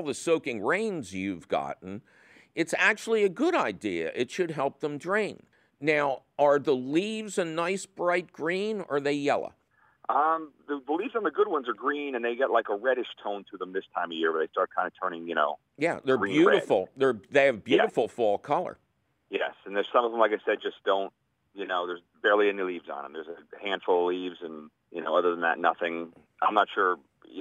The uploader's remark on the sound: a fabulous phone call questions show